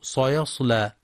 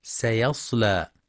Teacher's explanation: ويخطئ بعضهم في كلمة سيصلى فيقرأ سيصلى بتفخيم السين، والصواب ترقيقها · Shown in: second take